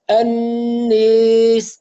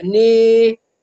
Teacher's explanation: أما الإمالة التي قرأ بها الدوري فهي إمالة كبرى، أي تكون بين الألف والياء، أنيس ني هكذا ني.